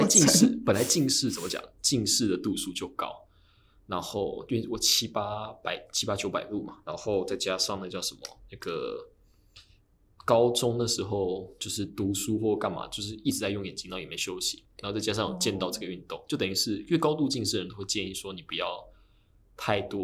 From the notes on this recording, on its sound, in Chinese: 另外我發現用iPad的GarageBand錄音，自帶的Reverb超重都調不掉，導致聲音的空間感太重。